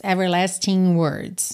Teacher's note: a junção de everlasting e words ficou com aquele som nha, nha, como NH em português